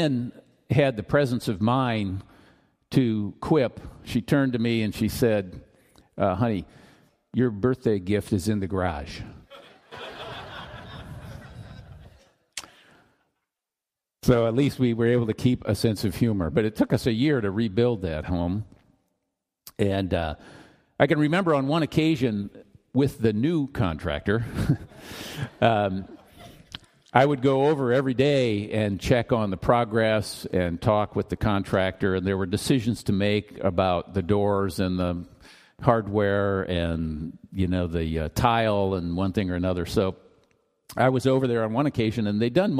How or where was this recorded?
live audience